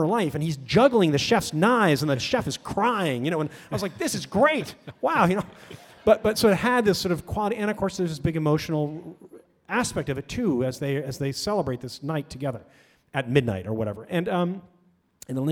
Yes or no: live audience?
yes